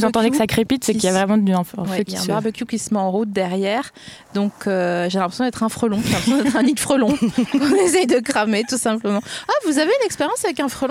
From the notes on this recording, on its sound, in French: enregistré le 18 décembre 2020 dans le jardin du patron